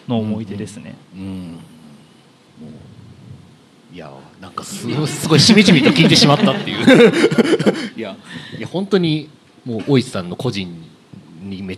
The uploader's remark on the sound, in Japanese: 公開収録in NakedLoft YOKOHAMA。ネイキッドロフト横浜で行われた公開収録にて。